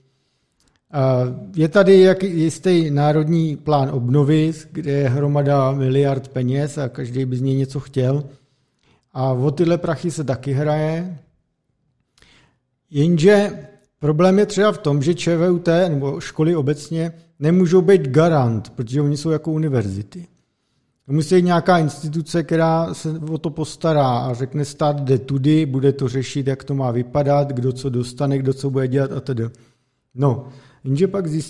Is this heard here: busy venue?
no